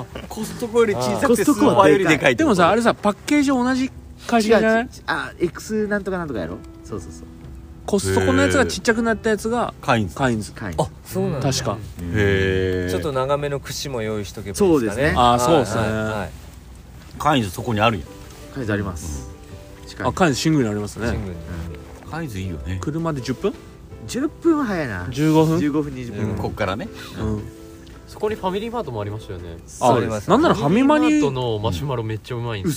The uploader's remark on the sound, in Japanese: 今回も福岡市東区にある元遊園地のキャンプ場かしいのはまビレッジです。6人で焚き火を囲んでいます。